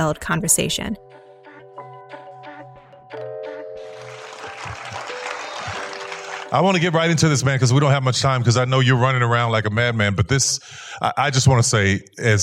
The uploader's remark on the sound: in a Q&A at the DGA theater in Los Angeles